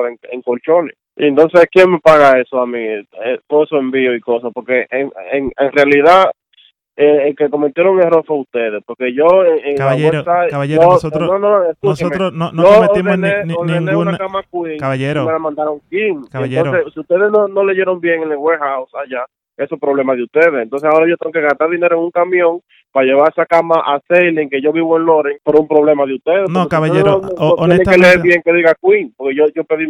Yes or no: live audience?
no